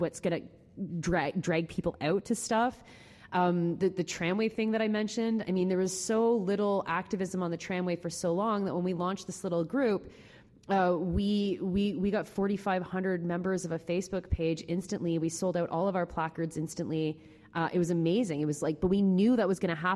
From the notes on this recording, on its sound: Take lively questions from the audience. Jokes from the floor.